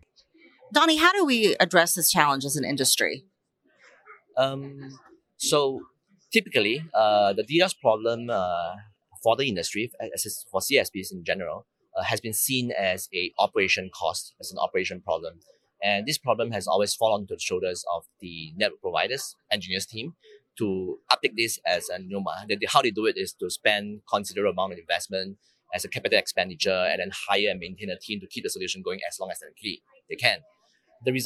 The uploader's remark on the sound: Live from PTC'20